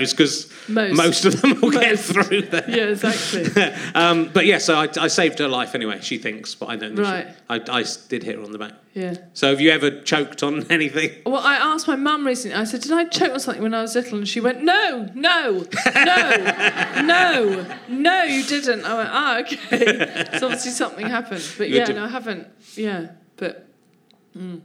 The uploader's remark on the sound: There aren't many flies around, but a game member of the audience agrees to be zapped.